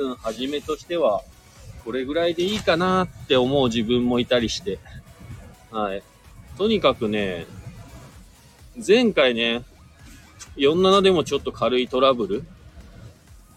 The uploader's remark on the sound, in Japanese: 本日、白馬岩岳スキー場で滑り終了後 車の中から。